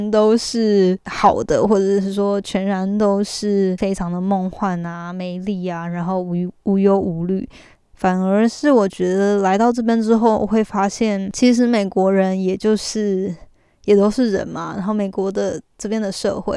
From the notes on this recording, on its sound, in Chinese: 我們到Redwood National Park踏青露營了。所以這集是我在我們租出來的RV中錄音的，因為當時停在路邊所以背景時不時會有車子開過的聲音。